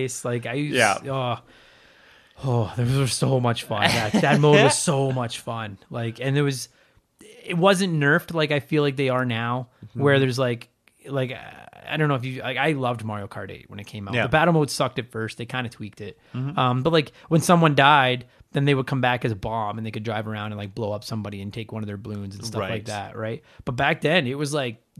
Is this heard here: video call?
no